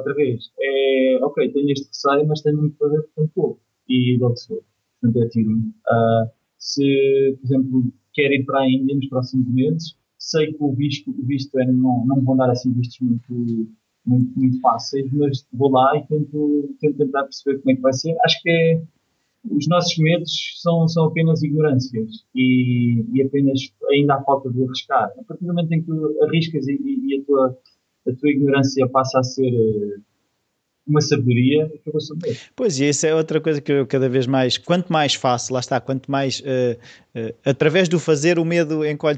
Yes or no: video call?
yes